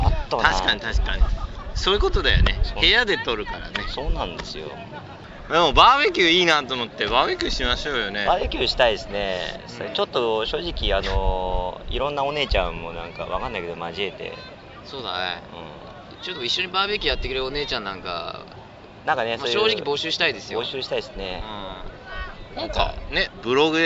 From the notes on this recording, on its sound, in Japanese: 多摩川からお送りします。急遽多摩川にメンバーが終結。川辺で盛り上がった爽やかトーク。